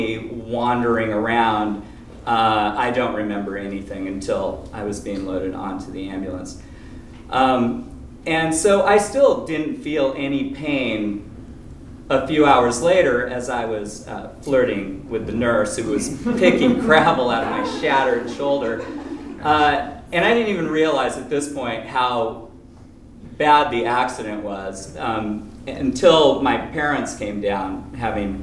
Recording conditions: live audience